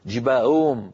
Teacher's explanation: وكأن الأصوات ضاعت وكأن الهاءات صارتا همزات مسهلات